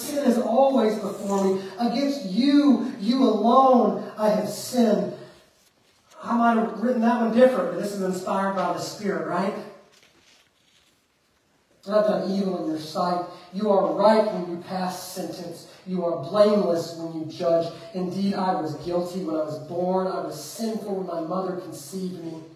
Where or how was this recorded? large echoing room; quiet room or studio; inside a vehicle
large echoing room